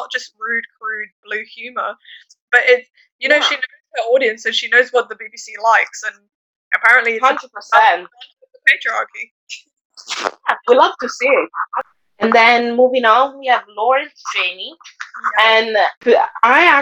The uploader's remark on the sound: First and foremost we would like to apologise for the audio of this week's episode, it is absolutely awful.